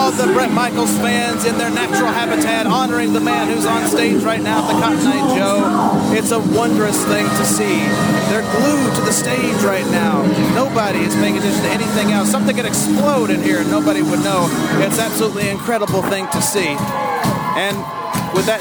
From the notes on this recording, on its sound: During the night of his concert at Knoxville's Tennessee's country/western themed night club the Cotton Eyed Joe.